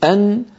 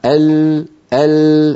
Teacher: فالمنطقة التي يقرعها عند النون أنزل قليلا من المنطقة التي عند اللام · Term: حرف النون